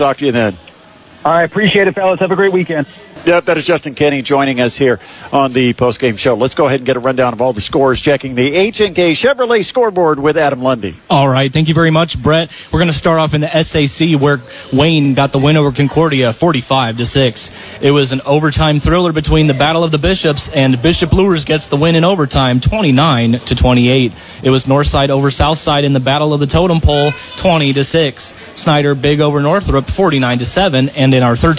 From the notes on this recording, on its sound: The Indiana Physical Therapy High School Football Postgame Show LIVE at the Pine Valley Pizza Hut